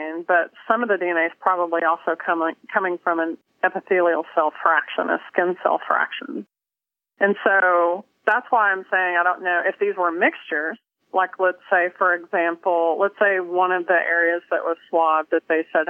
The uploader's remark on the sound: on the phone